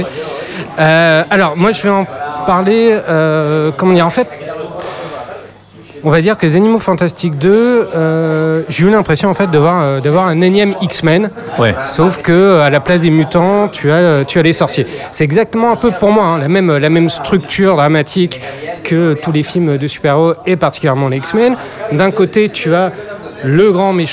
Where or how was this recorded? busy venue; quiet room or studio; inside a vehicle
busy venue